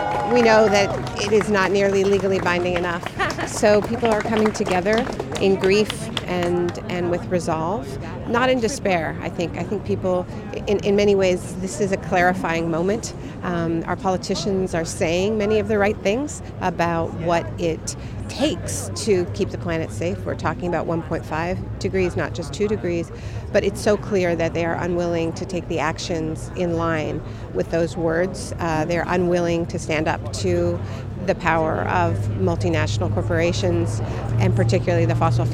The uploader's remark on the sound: A mass mobilization of over 10,000 climate activists gathered near the Arc de Triomphe and marched to the Eiffel Tower. We went down to hear the sounds and meet some of the people taking part.